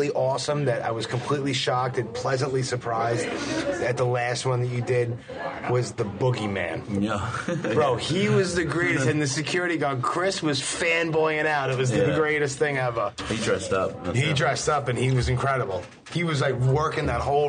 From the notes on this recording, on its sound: I met him at a quiet diner in Somerset, New Jersey